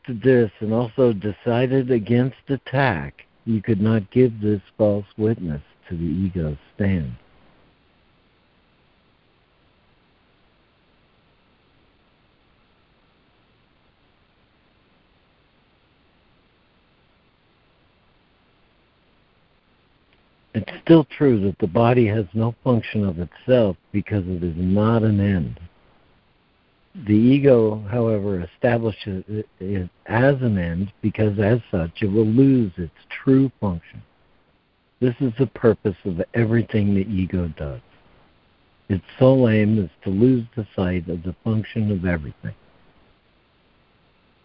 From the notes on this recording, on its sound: ACIM Daily Conference Call.